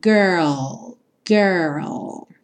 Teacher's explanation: Essas palavras que têm R e L, como girl, world, requerem um pouquinho de treino, mas você pensa em fazer uma letra de cada vez. Primeiro o R, que é sempre enrolado, girl. Pensa no R de porta, perna, com a língua bem enrolada. E depois você finaliza com o L, L mesmo, com a língua lá no céu da boca. Então, girl, girl.